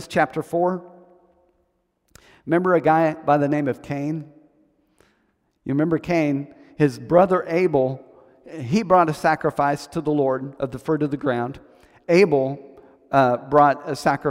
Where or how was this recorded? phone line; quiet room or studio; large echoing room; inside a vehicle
large echoing room